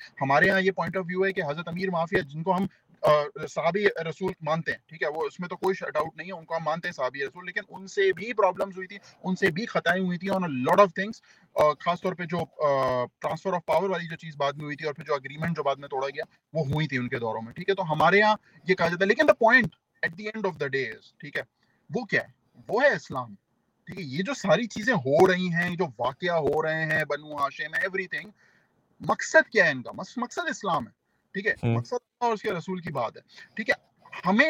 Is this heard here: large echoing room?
no